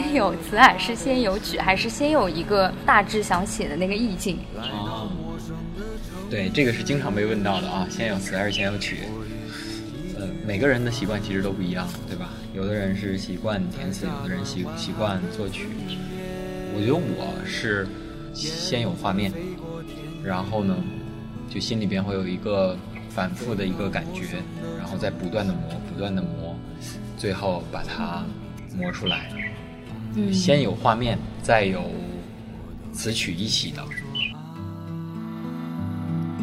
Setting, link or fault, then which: setting, outdoors